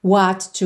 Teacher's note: What to, mais uma vez, você junta num T só.